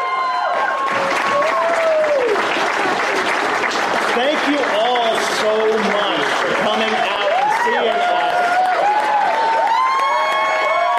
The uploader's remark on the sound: Dragoncon 2019 Live Show. Our annual live show from Dragoncon 2019.